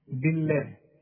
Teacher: بالله لفظ الجلاله مرقق علشان الباء مكسورة